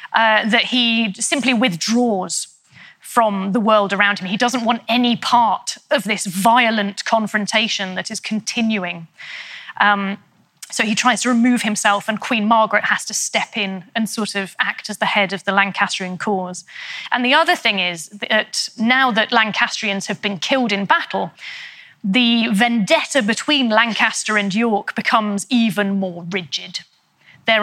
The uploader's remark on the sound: In a talk she delivered at our 2019 BBC History Magazine History Weekend in Winchester